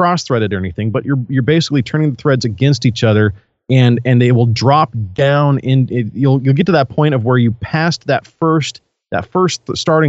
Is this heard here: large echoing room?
no